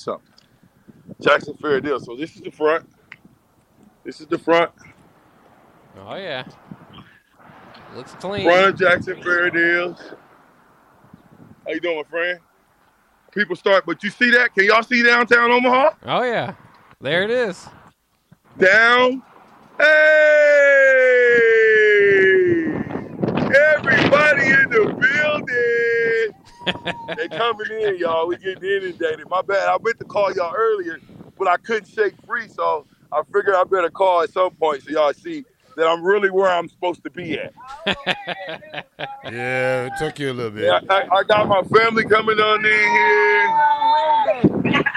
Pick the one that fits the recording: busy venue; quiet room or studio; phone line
busy venue